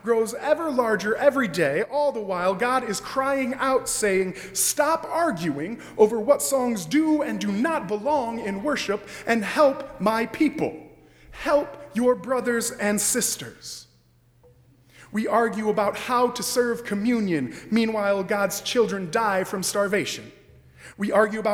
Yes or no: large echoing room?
yes